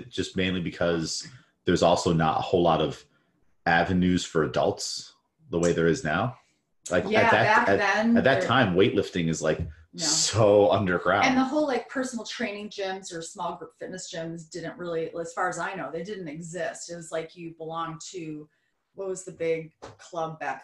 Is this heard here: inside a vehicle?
no